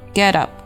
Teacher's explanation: 在连读的时候字母 T 会浊化成一个非常轻的的音